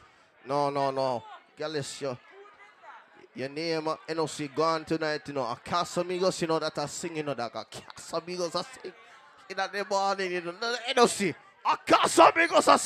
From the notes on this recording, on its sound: PRIVITE PARTY LIVE AUIDO